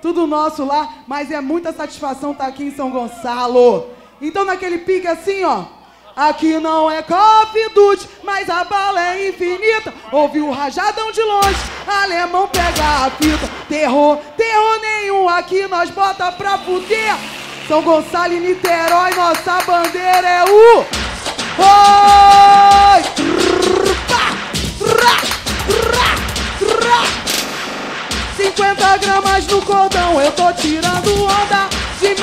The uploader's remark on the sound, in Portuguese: Ao Vivo Roda De Funk